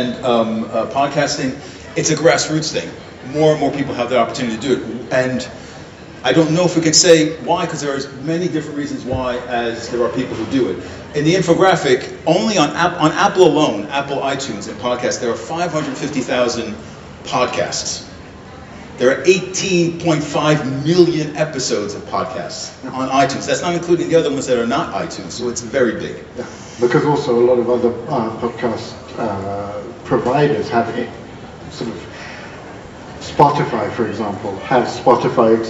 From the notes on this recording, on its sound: this is a recording of our live performance at the Gothenburg Science Festival